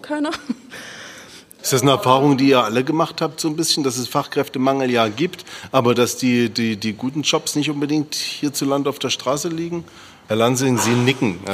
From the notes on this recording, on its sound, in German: Live aufgenommen von Johannes Gerstengarbe ( Ballroom Studios ) im Kulturpalast Dresden. Die Podcast-Episoden werden während besonderer Anlässe wie der Zusammenkunft des Oberbürgermeisters mit den Preisträgerinnen und Preisträgern des DRESDEN EXCELLENCE AWARD aufgenommen.